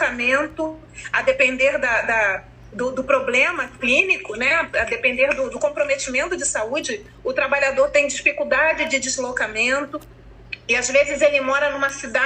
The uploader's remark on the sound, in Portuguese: Gravação do encontro remoto n.2